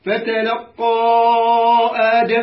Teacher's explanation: لأنه الألف في كلمة والهمزة في كلمة أخرى، فالمدها أربعة خمس حركات · Term: مد جائز مفصل